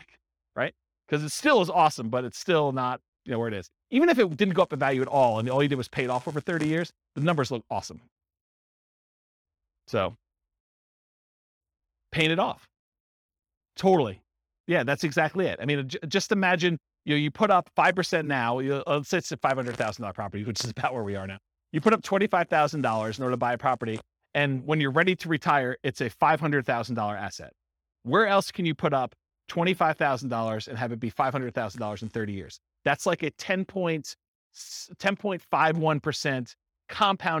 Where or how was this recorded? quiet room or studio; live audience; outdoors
live audience